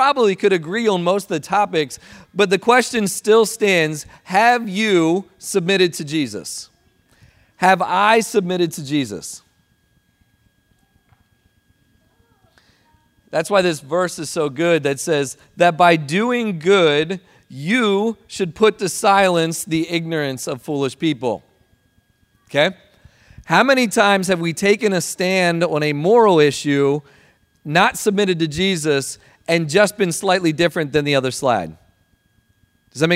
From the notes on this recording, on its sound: Recording of Sunday gathering on June, 4th 2023.